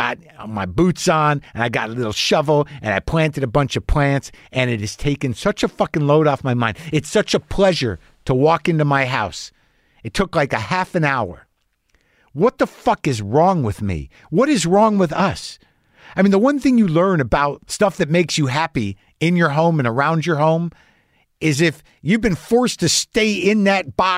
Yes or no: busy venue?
no